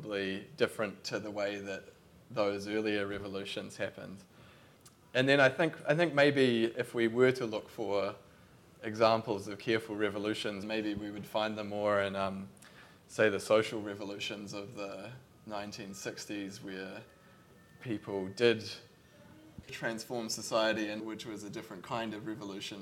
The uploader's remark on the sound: This podcast is an edited recording of a kōrero between two contributors to the book. At the book’s Auckland book launch in July.